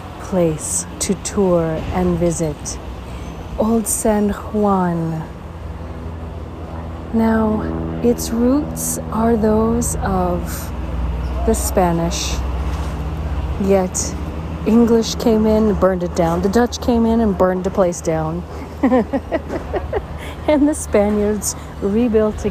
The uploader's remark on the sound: On Location Walk and Talk. San Juan, Puerto Rico.